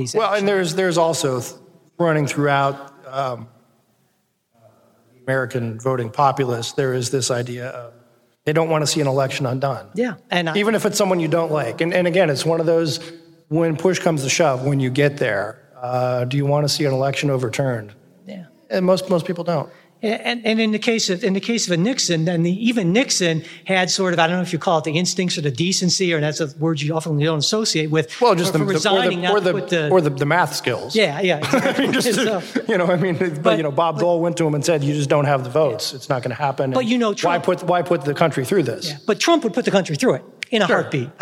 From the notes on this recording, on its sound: first ever live podcast, recorded 11/1/18 in Cincinnati Ohio's Memorial Hall as part of the inaugural Cincinnati Podcast Festival